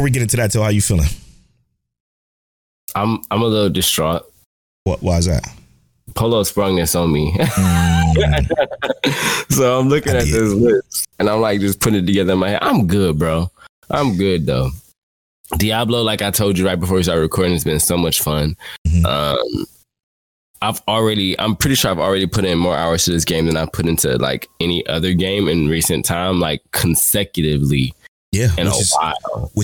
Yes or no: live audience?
no